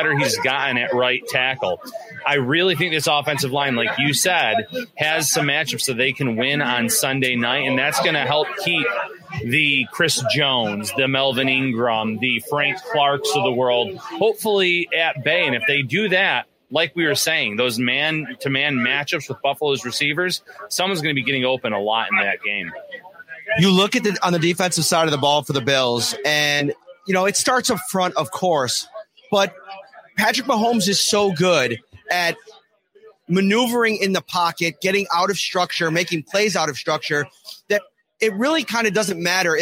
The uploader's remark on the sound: Live from Al's Grill and Bar in Kansas City, home of the KC Bills Backers.